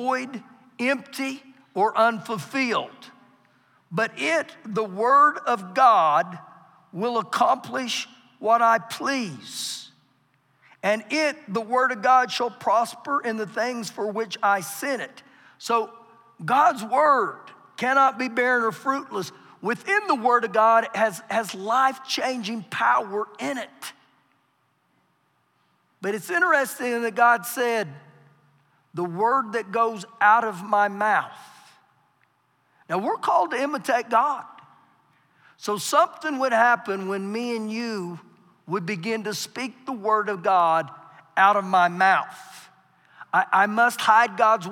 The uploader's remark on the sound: Recorded live during our Wednesday night service